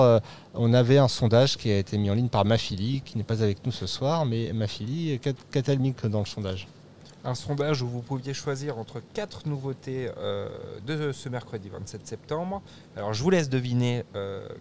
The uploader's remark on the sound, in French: Enregistré dans le hall du cinéma Les 7 Batignolles.